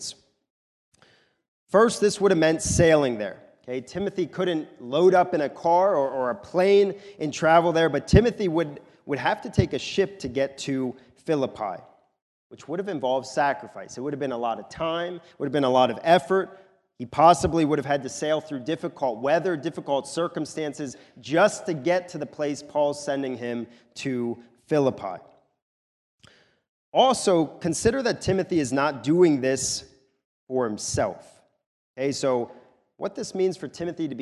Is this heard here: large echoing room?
yes